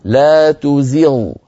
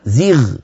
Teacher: فيها شيء من الرفعة عن زغ، فيها رفعة قليلة، ليس فيها رفعة كثيرة مبالغة · Shown in: first take · وإنما هناك شيء موجود.